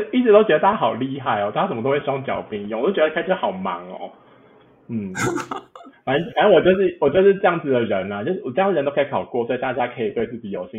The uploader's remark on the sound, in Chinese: 這集音質不知道出了什麼技術性的問題所以有夠爛